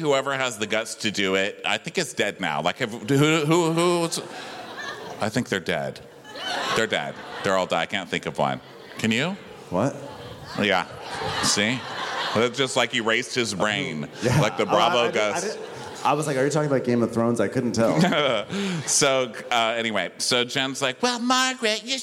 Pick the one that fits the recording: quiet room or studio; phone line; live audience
live audience